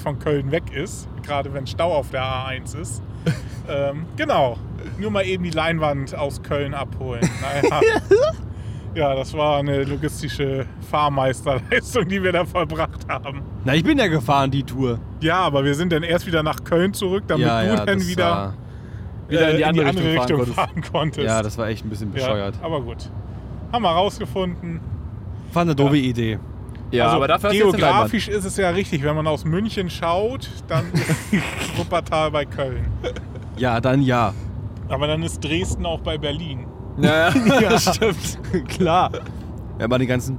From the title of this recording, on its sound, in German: Live von der Autobahn